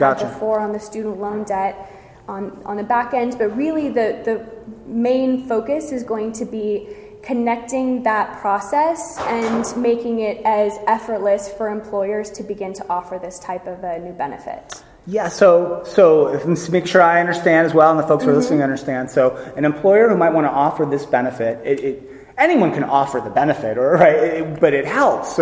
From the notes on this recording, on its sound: recorded live at the Health & Benefits Leadership Conference